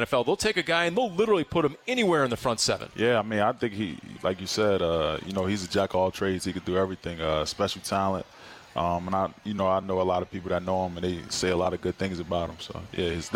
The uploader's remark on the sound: live from the Top Golf Swing Suite at Gila River Resorts & Casinos, Wild Horse Pass.